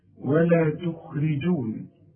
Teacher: عندي الخاء مفخمة لكن في ثالث درجة من درجات التفخيم